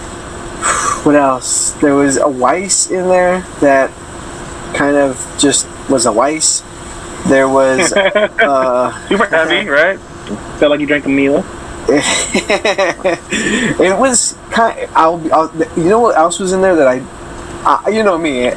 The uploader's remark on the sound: Sorry the sound is so shitty. Like really shitty.